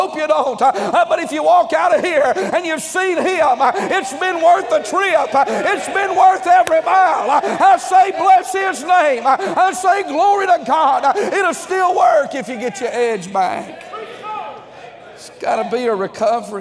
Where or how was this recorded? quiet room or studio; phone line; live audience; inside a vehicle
live audience